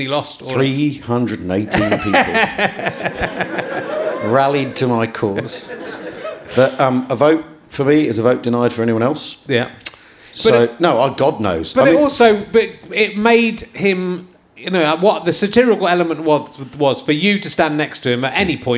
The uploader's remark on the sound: Leicester Square Theatre Podcast